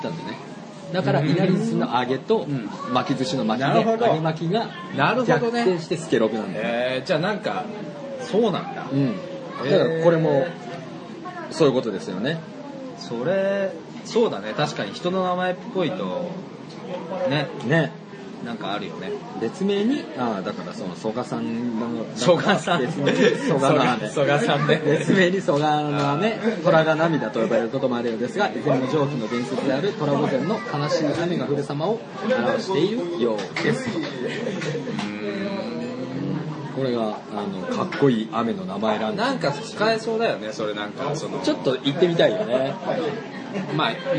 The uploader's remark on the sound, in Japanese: 蕎麦屋さんでの収録です